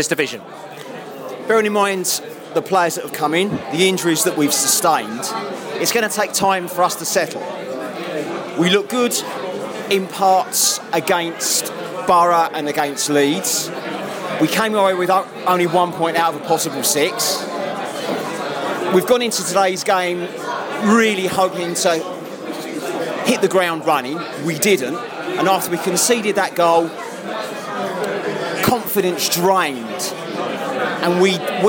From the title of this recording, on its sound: post match podcast from the pub